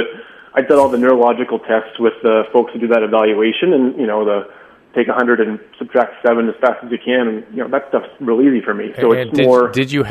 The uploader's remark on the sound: going straight to the phones and speaking to a variety of callers